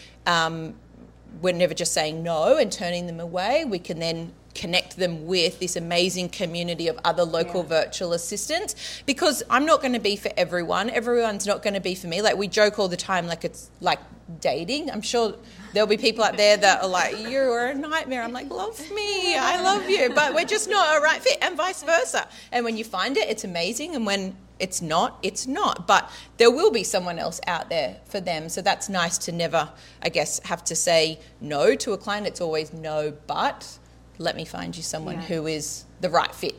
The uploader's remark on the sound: In this episdoe I'm sharing the audio from my first event, Flourish + Thrive.